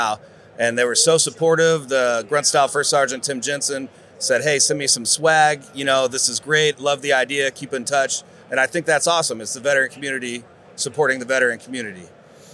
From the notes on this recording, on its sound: In this MJBizCon on-site interview